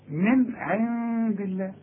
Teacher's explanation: يبقى النون العين حظهرها، النون الأولى حظهرها لأن العين من حروف الإظهار، النون الثانية حخفيها لأنها بعدها دال والدال من حروف الإخفاء